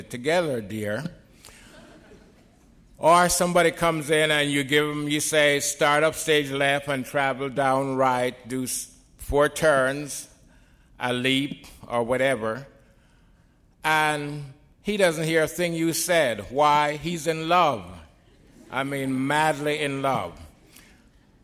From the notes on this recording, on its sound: In this podcast, recorded at the Academy of Achievement's 2001 Summit in San Antonio, Texas.